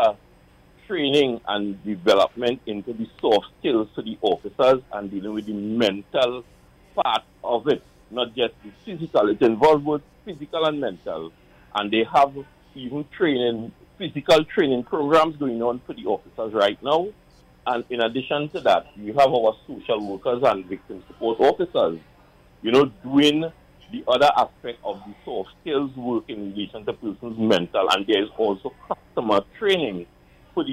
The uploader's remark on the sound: The Power Breakfast Show. During this hour we take calls from our audience.